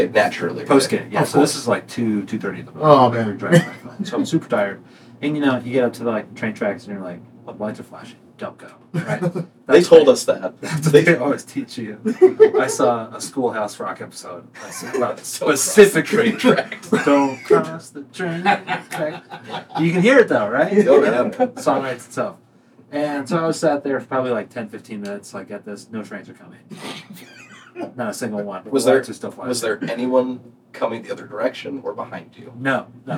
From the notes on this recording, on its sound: We had some issues with our audio recording and ended up having to use the scratch audio we were thankfully able to record.